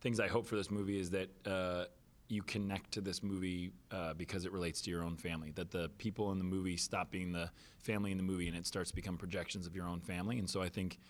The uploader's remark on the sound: at The Hollars Press Conference